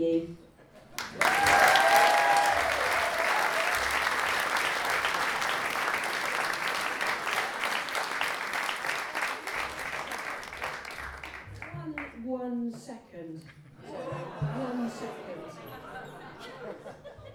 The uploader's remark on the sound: For the Book Festival's Local Writers evening at the George lV Pub on the High Road. Chiswick, West London, for the Book Festival's Local Writers evening at the George lV Pub on the High Road.